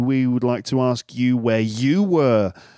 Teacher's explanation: do you notice the emphasis on you? · Term: sentence stress